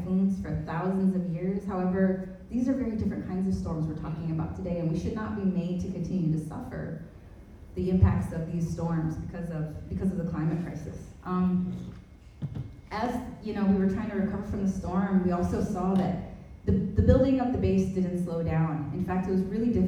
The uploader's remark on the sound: This week, we present to you the audio from our most recent event. Co-hosted by the Justice and Peace Office and the Independent and Peaceful Australia Network (IPAN). The discussion panel featured two keynote speakers.